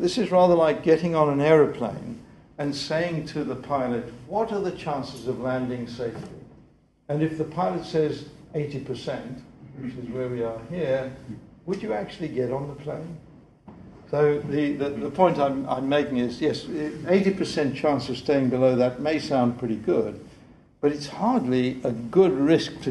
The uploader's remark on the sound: The 2008 Duncan Davies lecture